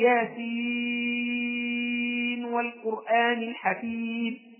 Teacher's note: أظهر النون في كلمة ياسين · Term: الإظهار